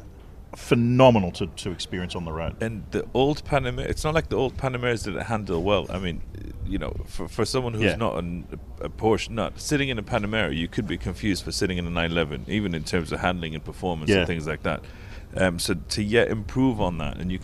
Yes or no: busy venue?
yes